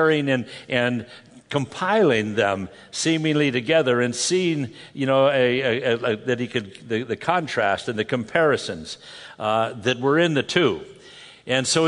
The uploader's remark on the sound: From the Northern California and Nevada Calvary Chapel Pastor's & Leaders Conference